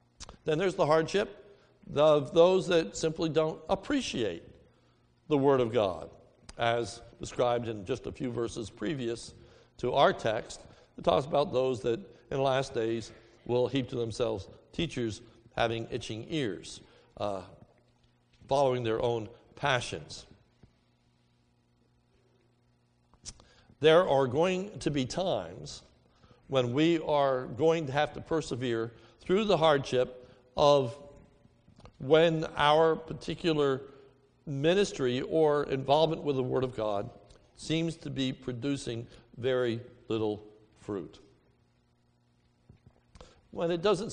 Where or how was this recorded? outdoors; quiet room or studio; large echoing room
large echoing room